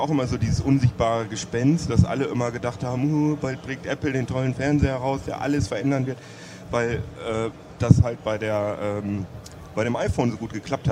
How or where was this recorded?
busy venue